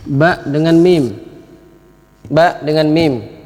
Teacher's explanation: Ini sama-sama tempat keluarnya sama, itu dua bibir.